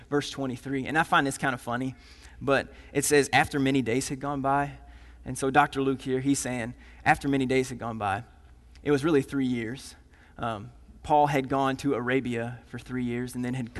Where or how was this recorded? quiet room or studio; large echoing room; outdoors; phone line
large echoing room